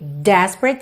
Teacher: Desperate, sílaba tônica na primeira.